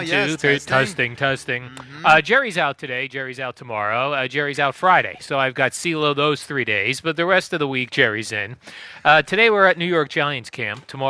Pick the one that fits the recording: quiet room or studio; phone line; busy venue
busy venue